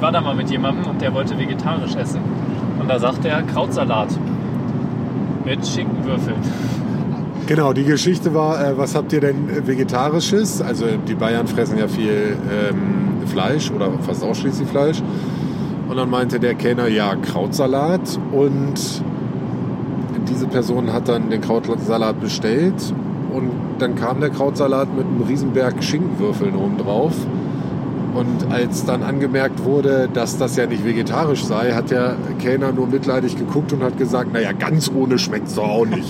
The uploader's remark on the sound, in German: In der Folgenden Sendung könnten diverse nervende Hintergrundgeräusche, schlecht zu verstehende Dialoge und sinnlose Gespräche dokumentiert worden sein.